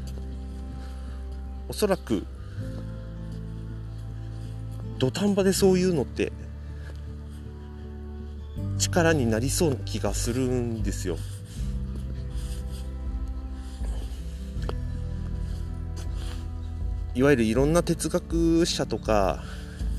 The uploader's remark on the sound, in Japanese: をのんびり歩きながらしゃべってみました。